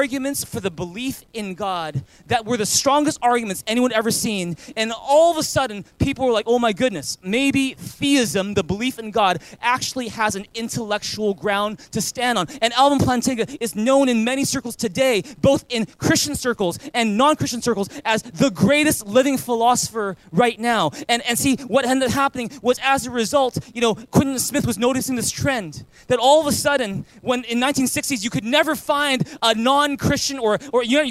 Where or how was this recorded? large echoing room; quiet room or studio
large echoing room